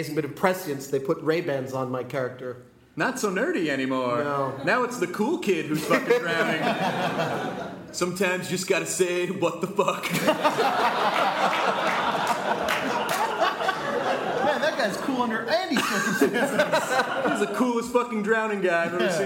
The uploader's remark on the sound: Joined us for our very first live podcast! This was recorded at Largo in Los Angeles. In front of a kick-ass crowd of delightful humans. We made it a little longer than a normal podcast by incorporating live performances and taking Q & A from them at the end.